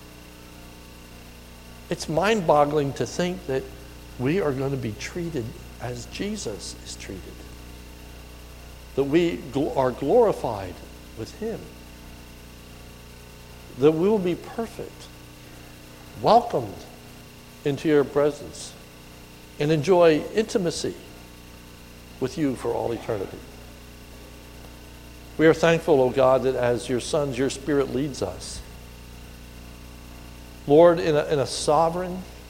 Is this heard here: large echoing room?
yes